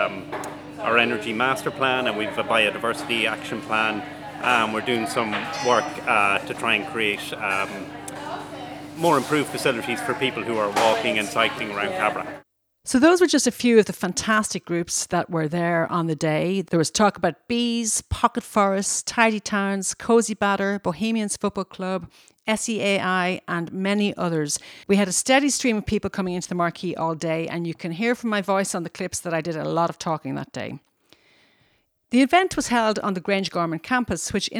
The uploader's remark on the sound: Went along to Grangegorman Climate Action Day as part of Stoneybatter Festival and chatted to some of the people exhibiting there. In the Dublin 7 area.